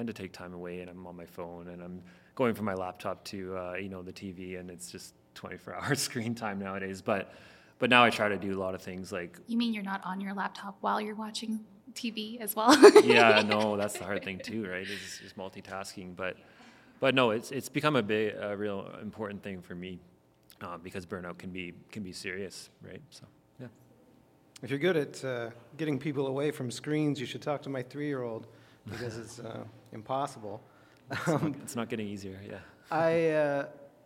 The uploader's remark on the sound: Live WTJ? podcast recording